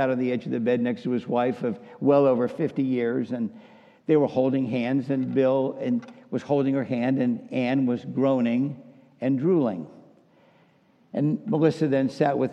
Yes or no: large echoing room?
yes